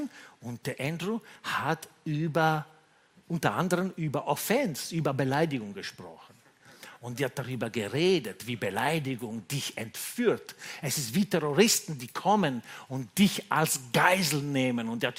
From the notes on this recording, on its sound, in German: Gottesdienst live aus der LIFE Church Wien.